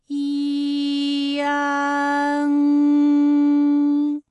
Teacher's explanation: 我们来发一安的发音。发音的时候呢，从前高不圆唇元音一开始，舌位向前低元音啊的方向滑降，舌位只降到半低前元音 i 的位置就开始升高，发 i 后软腭下降。逐渐增强鼻音色彩，舌尖迅速移到上齿龈，最后抵住上齿龈，做出发鼻音呢的状态。大家可以跟我来感受一下啊，一安，哎，这三个音发完整，我们每一个状态呢都能知道它的音的流向，当然最后一定还是要归到鼻音呢才算是发完整。好，大家一起来跟我来发下面这组词，艰险，艰险，简便，简便，连篇，连篇。好，我们继续再来发乌安。乌安的发音的时候呢，是从圆唇的后高元音乌开始，口型迅速的由合口变为开口状，舌位向前迅速滑降到不圆唇的前低元音啊的位置呢，就开始升高，发啊后软腭下降，逐渐将鼻音色彩增强，舌尖迅速移到上齿龈部，最后抵住上齿龈，发出鼻音呢的状态。看啊，大家感受一下，从合口改为开口